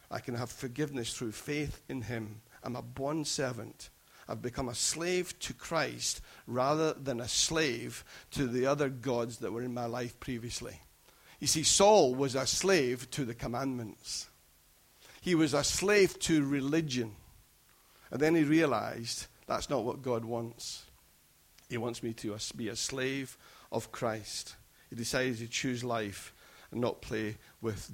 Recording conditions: large echoing room